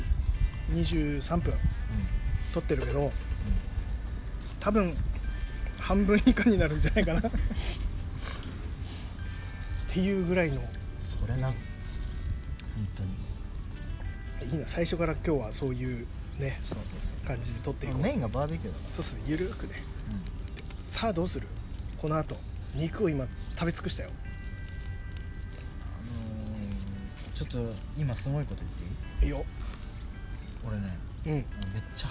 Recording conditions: outdoors